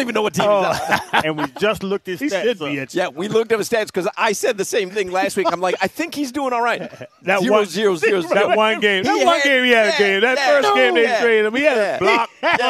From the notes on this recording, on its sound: joins the show live from Twin Peaks